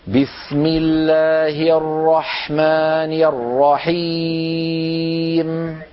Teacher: لا تأتون بإتمام الحركات عندما تنطقون البسملة بالذات، يعني تقولون بسم الله الرحمن الرحيم، هذا لا يصح البتة. لابد أن نقول بسمي بكسر الميم كأننا ننطق ياء، لأن الكسرة بنت الياء.